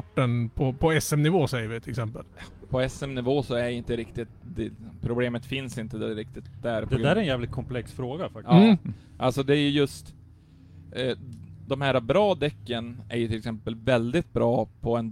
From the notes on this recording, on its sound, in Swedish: Vi gör en livepodd från depån, under den pågående SM/RM tävlingen på Mittsverigebanan.